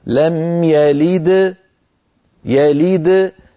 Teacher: لكن لو وقفت عليها لم يلد يلد، فالدال ما بعدها شيء، بيطلع الحرف يعني آخذ راحته كما يقولون. فرق ضئيل ضئيل جدا بين القلقلة الصغرى والقلقلة الكبرى، والفرق الوحيد هو الوقف.